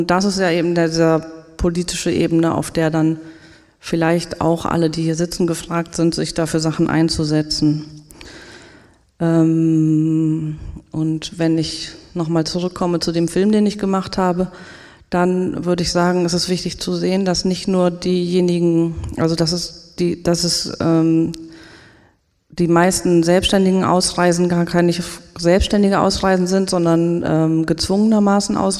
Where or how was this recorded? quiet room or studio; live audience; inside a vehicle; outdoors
live audience